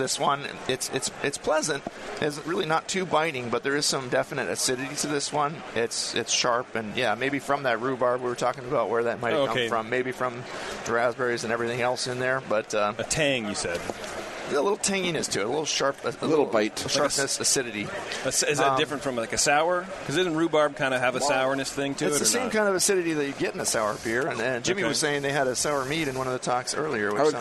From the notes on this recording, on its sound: Live from HomebrewCon 2017